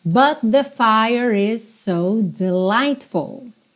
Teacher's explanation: Fire, o F final não é pronunciado. Fire is, você já junta no is, tá?